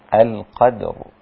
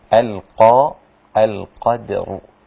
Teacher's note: الدال وقعت بين مفخمين، فلا بد أن أخلص ترقيق الدال من القاف والراء